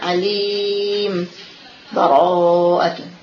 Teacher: Jadi alim, kita berhenti tanpa bertenafus, tanpa bernafas, kemudian sama dengan bara'atun, sambung kita kan, atau kita baca alim bara'atun. Jadi kita berhenti di huruf mim, kita mematikan mim tanpa kita menghidupkan barisnya, tapi kita matikan barisnya dan kita saktah di sana.